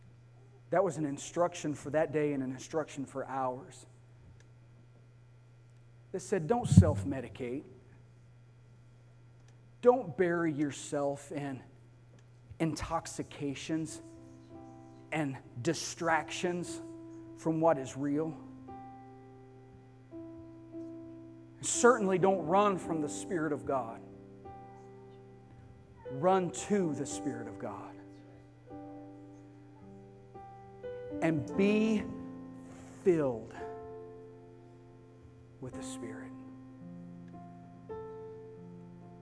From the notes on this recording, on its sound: Sunday morning service